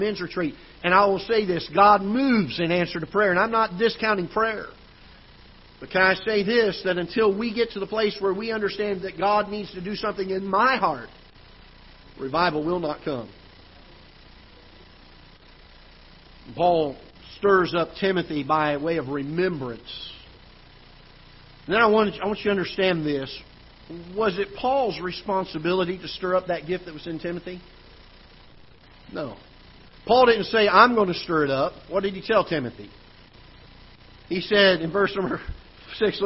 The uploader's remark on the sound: Ketha Heights Baptist Church ~ Live Broadcast